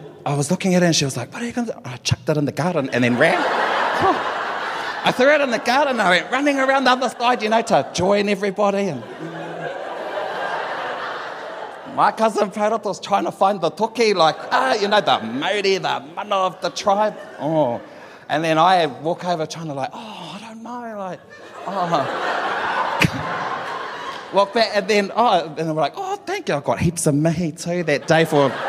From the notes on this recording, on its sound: took the stage at our Real Talk Mō Ngā Rangatahi event in Rotorua